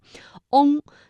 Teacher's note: 翁，嘴唇始终是拢圆的